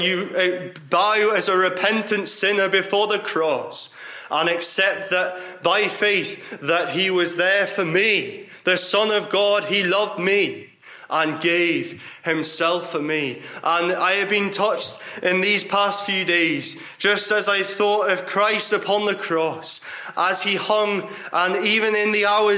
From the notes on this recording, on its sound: Gospel Audio from Ballyclare Gospel Hall